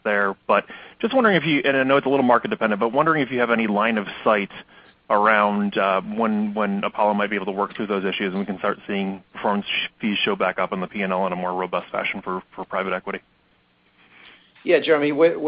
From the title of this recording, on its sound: Earnings Conference Call